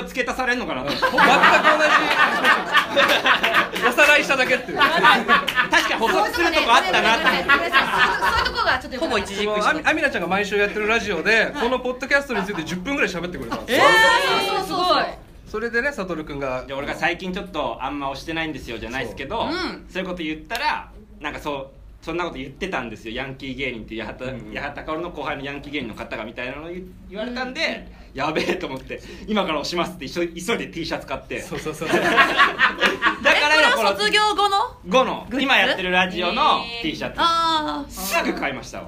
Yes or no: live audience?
yes